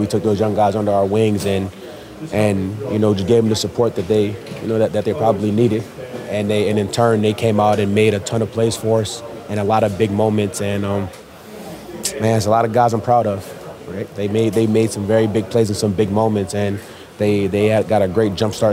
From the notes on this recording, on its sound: Bucs Postgame Locker Room Press Conferences. NFC Divisional Round 2023-2024 Playoffs.